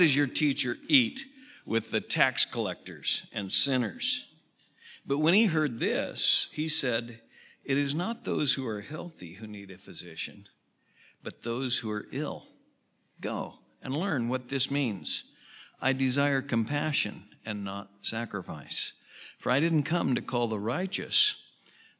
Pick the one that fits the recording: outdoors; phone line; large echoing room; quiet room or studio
large echoing room